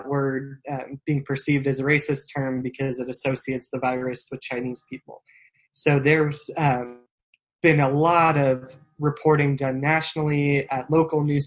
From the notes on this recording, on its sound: For the second of our Zoom-aided podcasts